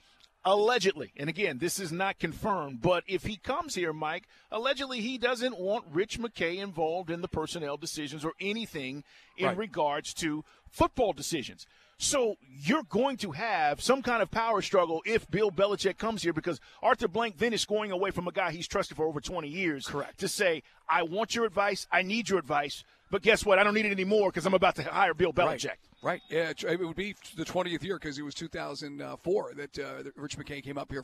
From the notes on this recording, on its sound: Joins the guys LIVE at the Benz.